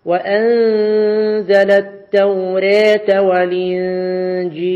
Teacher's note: قرأ التوراة قرأها بالإضجاع أي الإمالة الكبرى